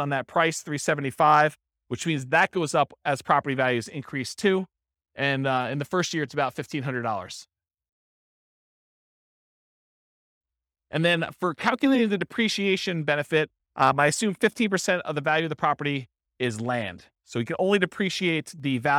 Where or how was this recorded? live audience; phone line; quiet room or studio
live audience